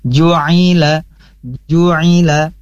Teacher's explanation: di sini kalimat ju'nya tidak dipanjangkan karena tidak ada penyebab panjang, tapi biasa saja ju'ila, ju'ila, ah tidak ju'ila.